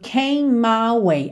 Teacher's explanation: Só que o E não é pronunciado. Então o M é o último som dessa palavra. E o M é o primeiro som e a primeira letra de my. Então a gente junta num M só.